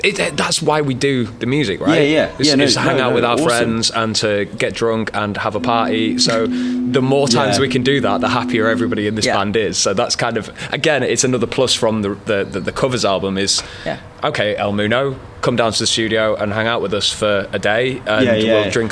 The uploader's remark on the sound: So, where better to find a bunch of musicians and industry professionals than at a gig? He invited us down to do some interviews with an incredible lineup of bands during their soundcheck. Portable Interface: Zoom Podtrack P4. Zoom Microphone kit. Headphones: Audio Technica M50x.